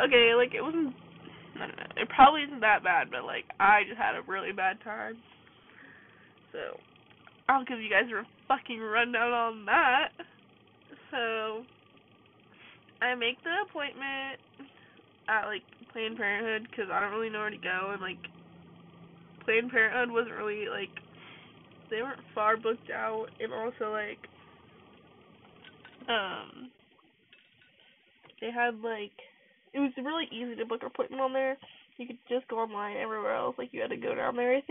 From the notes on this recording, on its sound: Sorry the audio is really bad at the beginning I’m still getting the hang of this.